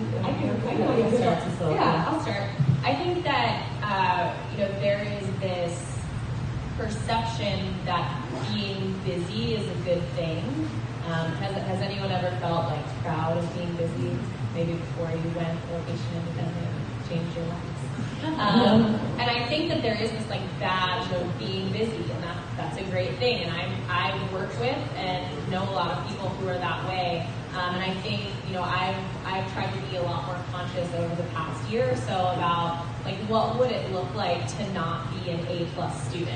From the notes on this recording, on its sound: Productivity Panel for Lifestyle Design at FreedomXFest 2018. It is a festival where 400 location independent entrepreneurs hang out in the Pyrenees mountains of Spain for a week. We recorded the productivity panel and decided to make it into a podcast. The volume is a little low, it was raining really hard outside at the time.